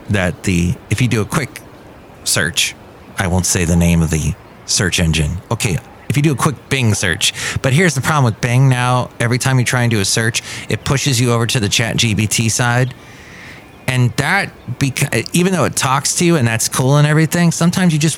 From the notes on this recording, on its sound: Podcasts live from Café Anyway.